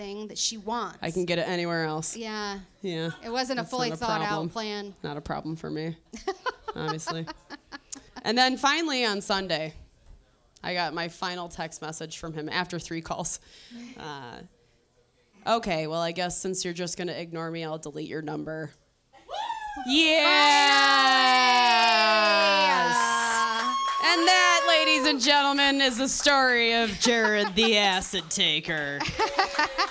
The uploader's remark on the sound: Live from Trixie's Bar